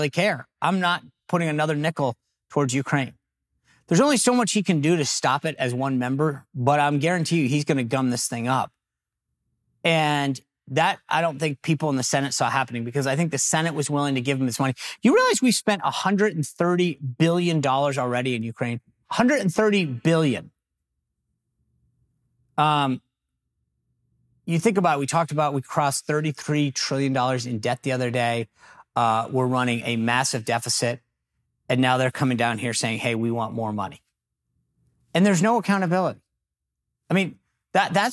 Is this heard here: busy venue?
no